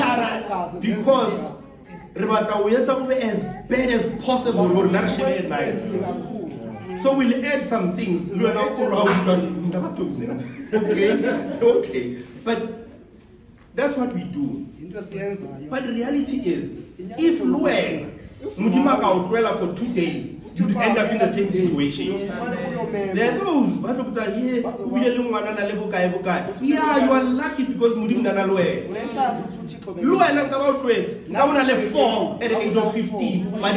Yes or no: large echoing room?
yes